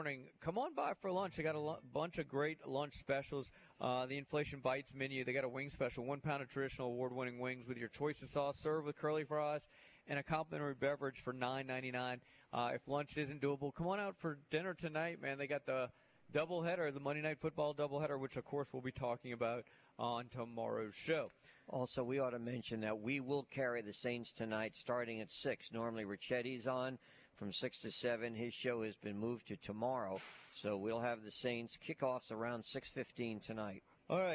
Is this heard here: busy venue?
yes